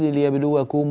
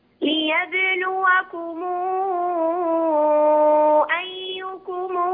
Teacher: وصل ورش ضم ميم الجمع إذا أتت من قبل همز القطع · Shown in: second take · وصل يعني في هذا في حالة الوصل فقط، أما في حالة الوقف فإنه يقف بالسكون.